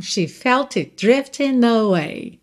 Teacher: O T de it você não ouve porque já tá virando D de drifting. Drifting termina em N, você já junta no away.